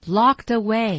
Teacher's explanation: 我看这个 lock 应该是先升高然后再降下来